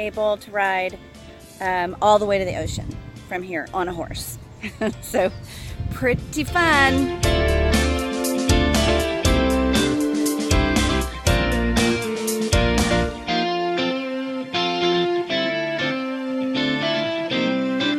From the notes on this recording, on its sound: Cruising La Cresta. La Cresta is the first and the one that's closest up to the front and also am is the largest it happens to be the one I live in so, this is where we're starting. The whole street is pretty much flat seats about horse ranches on both sides and you can see the horse trails that basically they go up to the mountains through the Enchanted Forest. This is an example of the beautiful wine growing area that we live in.